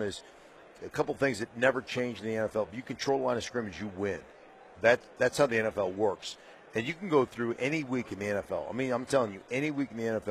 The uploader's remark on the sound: Live from Radio Row in Las Vegas.